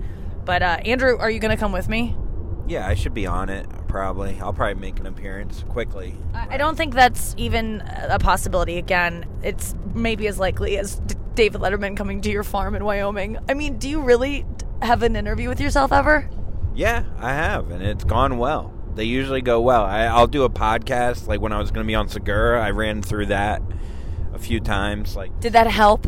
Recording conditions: inside a vehicle